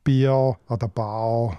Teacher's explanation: im Thurgau gibt es das sogenannte dorsale R